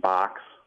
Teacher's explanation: the word B-O-X comes out sounding like box, which is called a fronted O